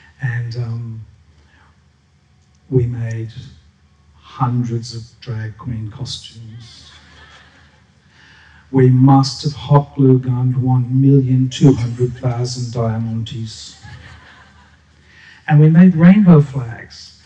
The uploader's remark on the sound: SPUN: True Stories Told in the Territory is a live storytelling event that showcases some of the extraordinary people and stories that make up the Northern Territory. Popping up at different venues across Darwin. Told at our event at Darwin Festival where the theme was HEART.